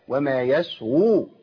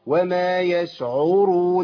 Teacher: عشان مخرج العين سبته خالص وانتقلت المخرج الحركه اللي هي الضمه · Shown in: first take